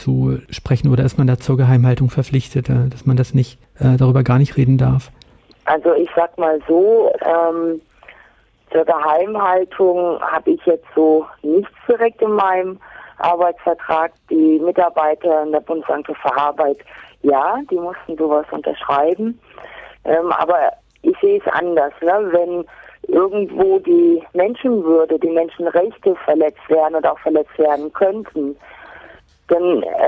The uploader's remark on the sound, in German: am Telefon dazu ein lockeres Gespräch geführt